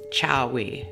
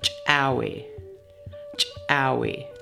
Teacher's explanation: This word is used to practice the letter called ejective C with a wedge in the Klallam alphabet. The ejective C with a wedge sound in Klallam is pronounced like the CH sound in English, but with a strong pop.